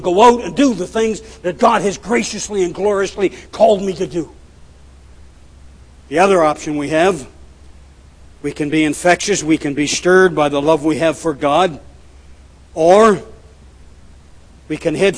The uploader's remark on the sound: at The People’s Church of Somerville, NB